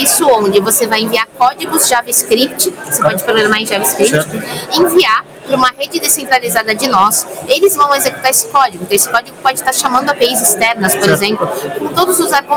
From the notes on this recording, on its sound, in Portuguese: Esta semana estivemos no ETHPorto, uma conferencia dedicada ao Ethereum e cryptomoedas em geral, no decorrer da conferencia fizemos um uma emissão ao vivo. Onde falamos com vários participantes do evento.